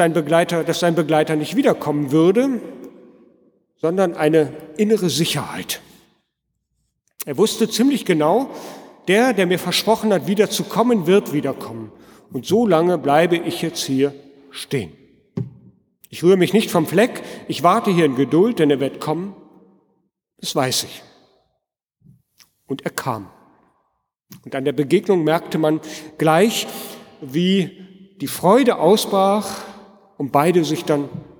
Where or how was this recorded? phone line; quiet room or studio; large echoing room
large echoing room